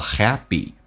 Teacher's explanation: 在美式发音 P 发成 B 叫 happy